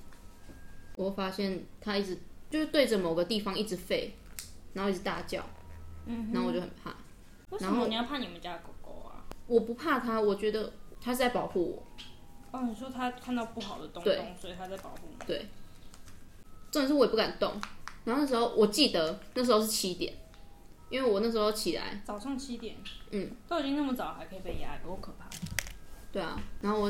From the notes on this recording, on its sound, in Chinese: 這集很多拆食玩包裝的雜音！能剪掉的盡量剪掉了！請見諒！